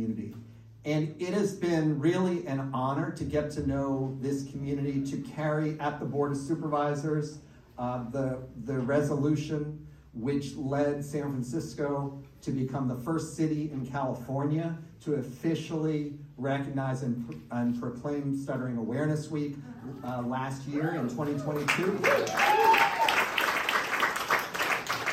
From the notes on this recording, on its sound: recaps Proud Stutter’s annual gala with some clips from the evening